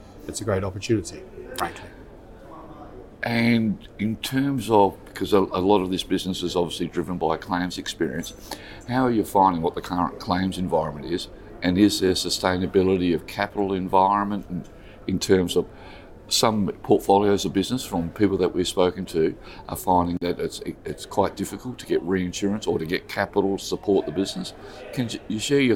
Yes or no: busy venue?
yes